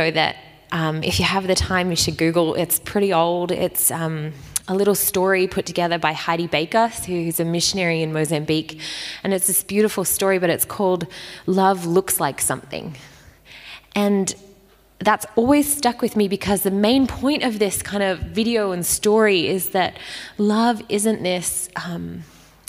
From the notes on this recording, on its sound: Recorded at Restore Church on August 1st 2021